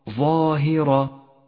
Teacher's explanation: الظاء مفخمة والهاء مرققة والراء مفخمة